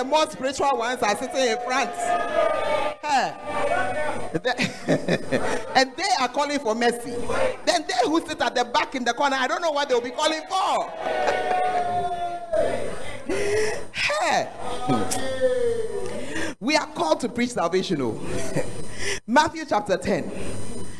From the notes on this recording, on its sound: Preach at The Art of Evangelism Conference